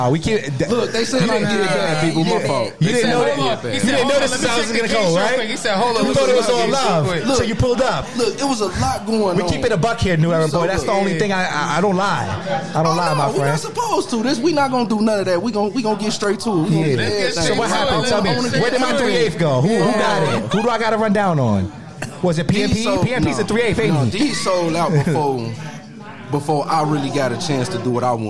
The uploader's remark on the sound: Live At Burdeens. A live adventure straight from Burdeens Chicago.